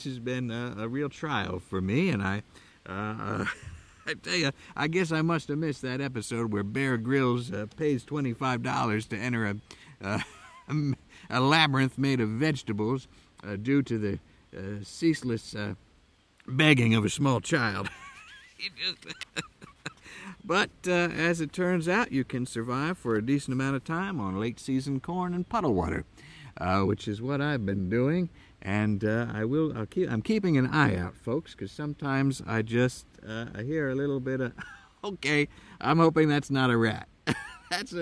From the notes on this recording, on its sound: From deep within a way-too-challenging corn maze in Southern Ohio. As the light fades and the animals/wild children begin to make strange noises.